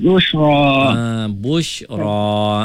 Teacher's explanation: Ra tu kena baca tebal lah bila kita wakaf kat situ.